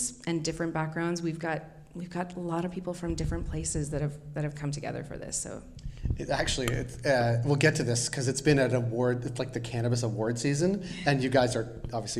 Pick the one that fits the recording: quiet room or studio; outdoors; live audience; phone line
live audience